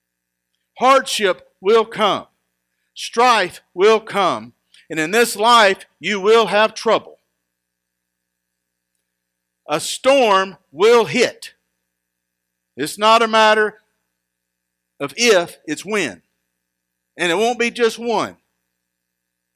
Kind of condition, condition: setting, large echoing room